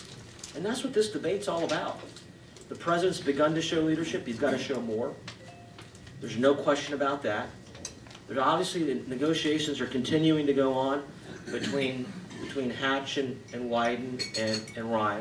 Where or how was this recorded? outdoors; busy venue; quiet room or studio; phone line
busy venue